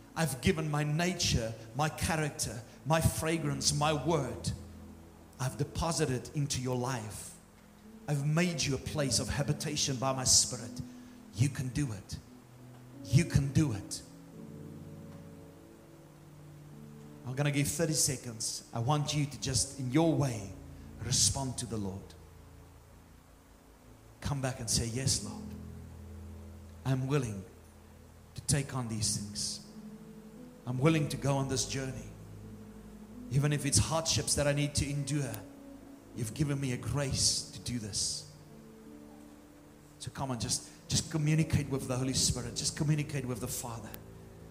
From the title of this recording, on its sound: Morning service 28 January 2024